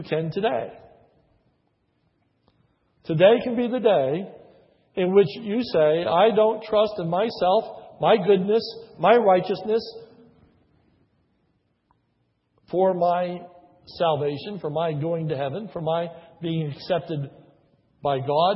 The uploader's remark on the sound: This is a sermon recorded at the Lebanon Bible Fellowship Church, in Lebanon, PA. During the morning service. Was preached on a Communion Sunday.